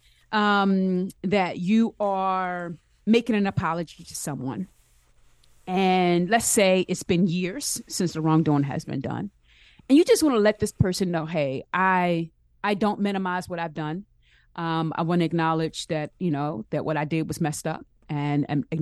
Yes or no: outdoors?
no